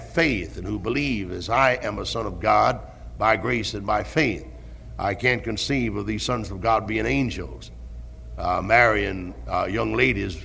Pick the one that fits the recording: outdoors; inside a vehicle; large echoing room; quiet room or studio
large echoing room